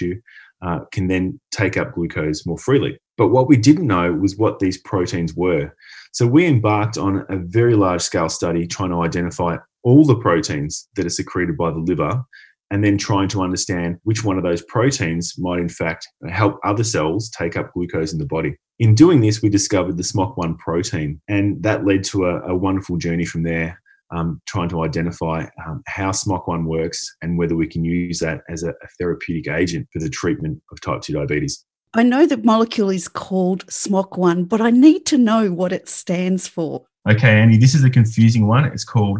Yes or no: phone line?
no